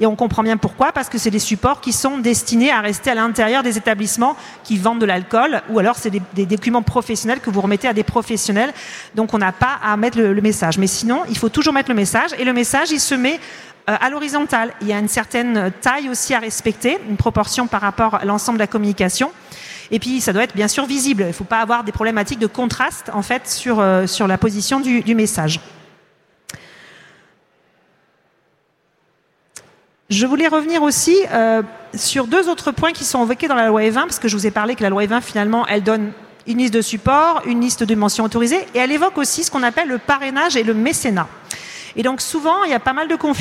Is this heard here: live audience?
yes